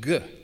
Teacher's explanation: Instead of unvoiced K, the Greeks used its voiced equivalent, the G sound